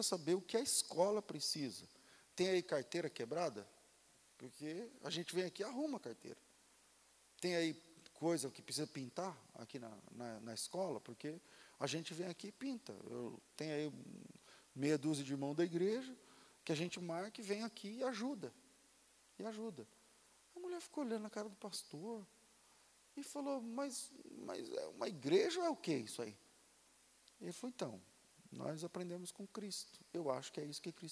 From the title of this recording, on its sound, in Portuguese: Culto ao vivo